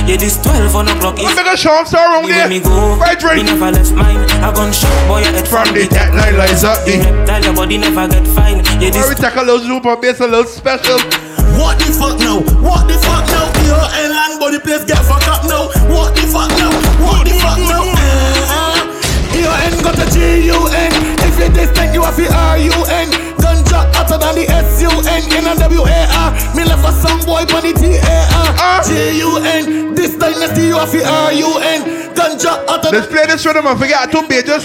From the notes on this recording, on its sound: LIVE AUDIO FROM PUN DE BASE - M&N BAR - RUDE BOY PROMO SOUTH DISTRICT BARBADOS.